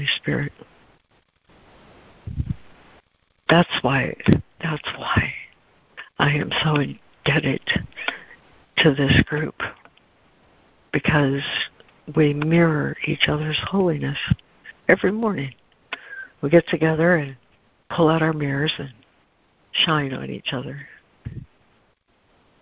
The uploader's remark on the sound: ACIM Daily Conference Call